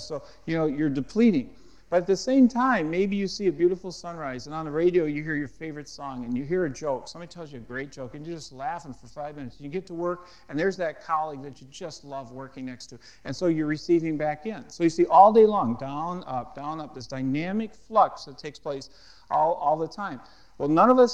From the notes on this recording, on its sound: at a Marketplace Network Forum in Boston